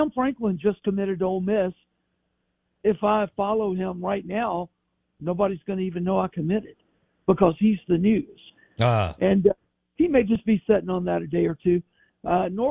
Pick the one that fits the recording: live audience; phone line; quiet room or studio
phone line